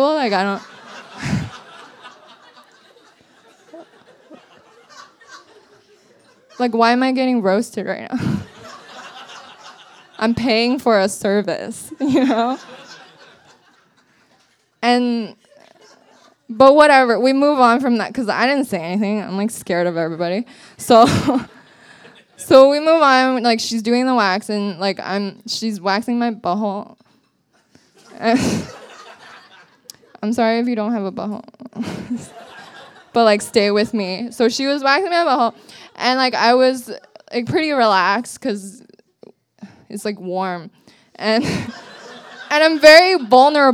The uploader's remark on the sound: A previously recorded evening of storytelling and otherwise.